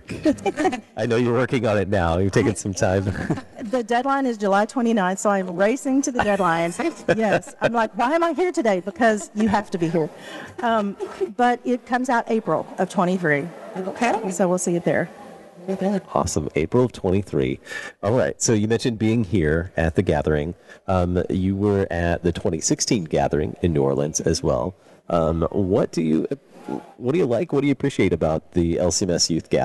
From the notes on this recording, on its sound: at the LCMS Youth Gathering in Houston